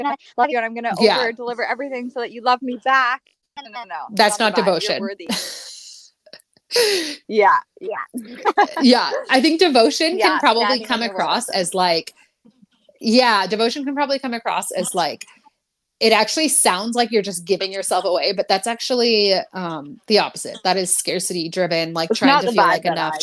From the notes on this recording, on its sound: There are few lags in my sound, with my internet connection- I apologize!